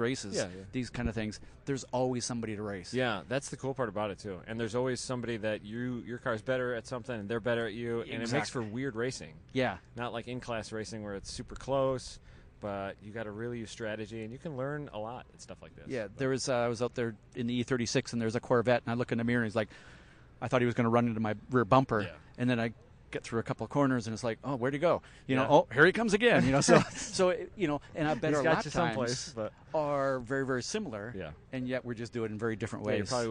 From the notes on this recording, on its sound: Multiple interviews and hang outs recorded live, after Gridlife Trackdays at Road America was complete for the day.